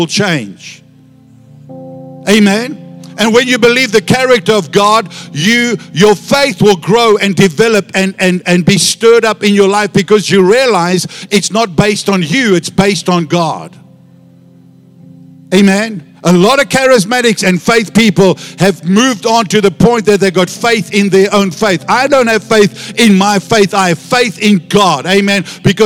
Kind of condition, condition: setting, large echoing room